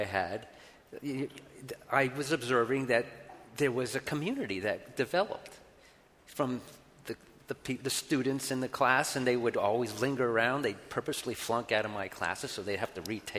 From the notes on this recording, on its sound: This week on The New York Public Library podcast, LIVE from the NYPL.